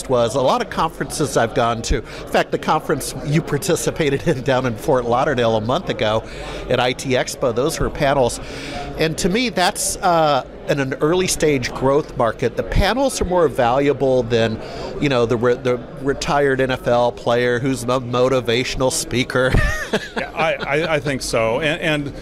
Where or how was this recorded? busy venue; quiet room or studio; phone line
busy venue